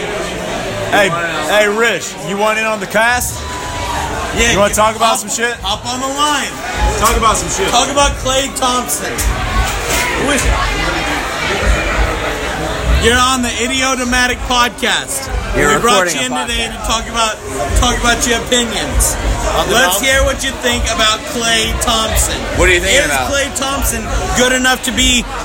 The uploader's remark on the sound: Live from Bourbon Street